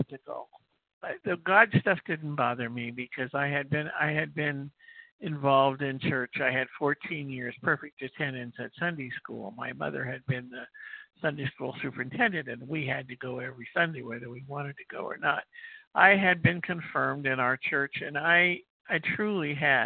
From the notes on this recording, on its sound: 100 Pounders Phone Meeting